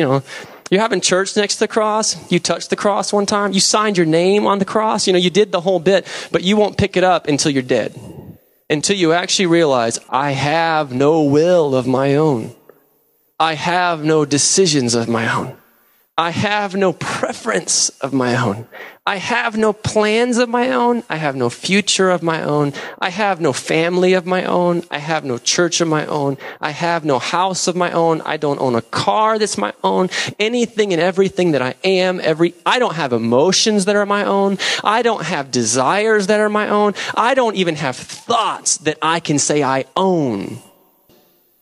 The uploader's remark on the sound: preached November 11, 2007 at Deliverance Bible Church, Hurst, TX.